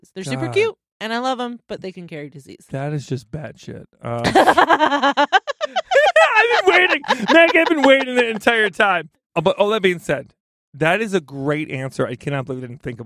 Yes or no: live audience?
no